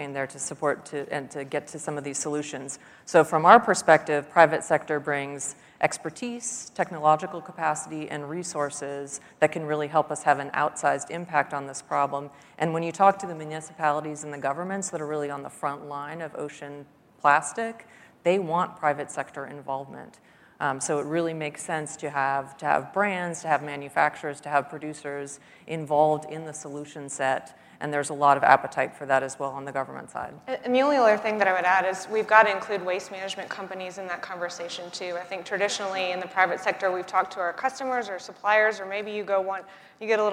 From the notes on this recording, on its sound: The best of live interviews from GreenBiz events.